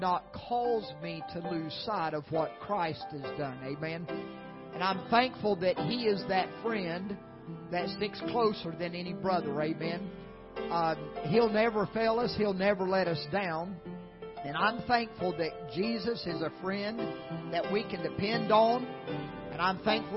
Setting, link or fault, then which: setting, large echoing room